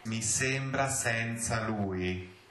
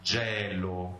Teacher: Then we have the closed e and the open e.